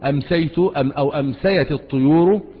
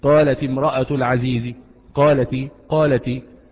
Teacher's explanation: الطيور، من يدرس التجويد اللغة العربية تأبى أن يلتقي ساكنان، تاء التأنيث ساكنة والألف في اللام التعريف ساكنة، فكسرت التاء للتخلص من التقاء الايه؟ الساكنين · Term: التقاء الساكنين